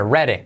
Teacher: La D como R suave